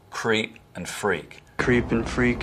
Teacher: Southern accents have vowel breaking in words like creep and freak.